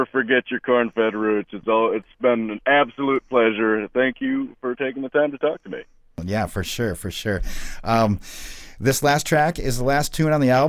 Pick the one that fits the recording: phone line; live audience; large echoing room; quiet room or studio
phone line